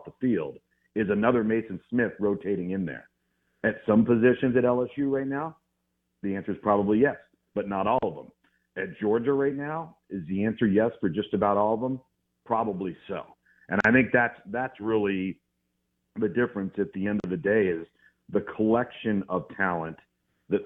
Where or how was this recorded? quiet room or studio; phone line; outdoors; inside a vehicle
phone line